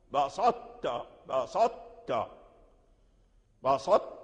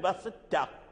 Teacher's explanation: الطاء تدغم في التاء ولكن يبقى صوتها، صوت الطاء · Shown in: first take · Term: الإدغام الناقص